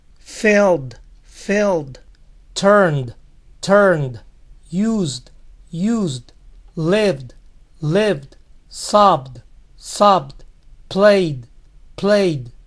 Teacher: Este tipo de verbos tiene una manera diferente de pronunciar la ED. Solo la pronuncian como una D.